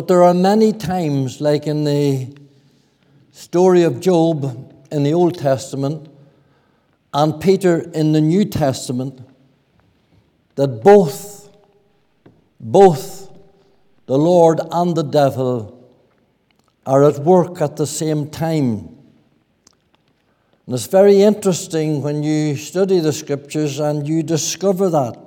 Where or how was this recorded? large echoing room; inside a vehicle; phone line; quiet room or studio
large echoing room